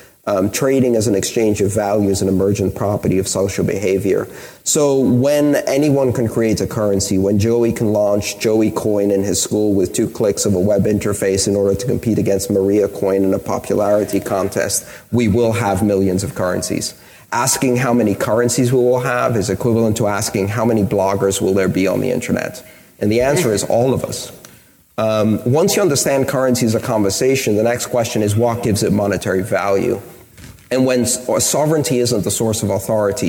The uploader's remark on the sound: for the rest of todays episode we’re pleased to feature one of my favorite panels from the event